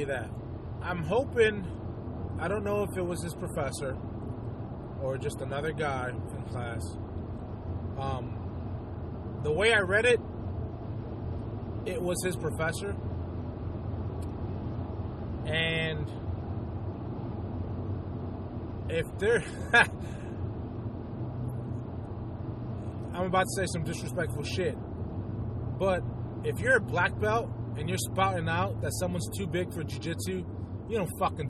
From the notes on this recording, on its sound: Just a quick carcast. (Well some I was driving).